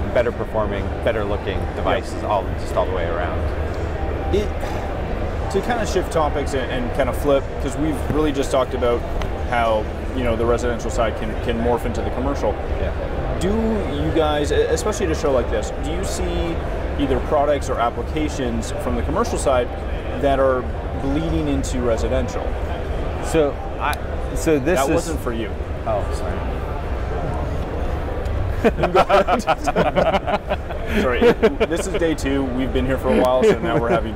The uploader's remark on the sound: Live from InfoComm 2016. Is live from the show floor of InfoComm 2016.